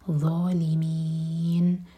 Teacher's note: ہماری زبان اوپر والے دانتوں کو ٹچ کرے گی، پیچھے سے زبان اٹھائیں گے اور منہ بھر کر پڑھیں گے, ظالمین، ان میں مد عارض للسکون. الحمدللہ، جزاکم اللہ خیرا